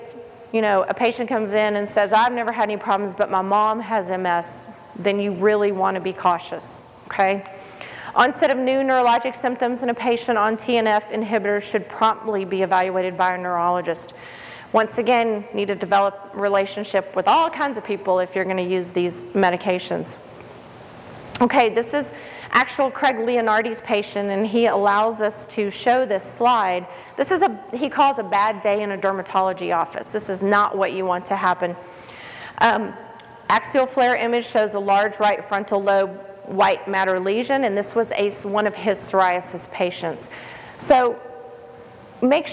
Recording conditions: busy venue